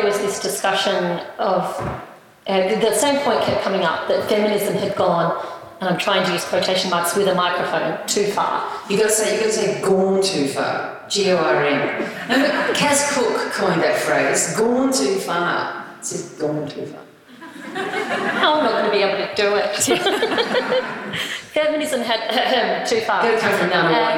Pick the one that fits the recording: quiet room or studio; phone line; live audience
live audience